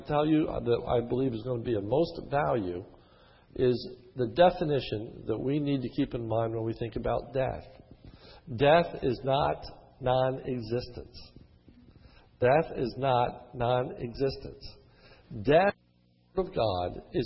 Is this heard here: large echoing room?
yes